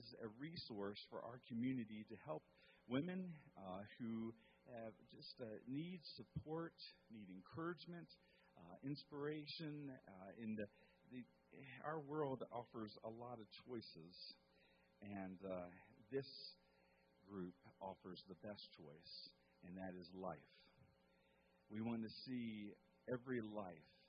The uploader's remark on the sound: Woodland Life Church Live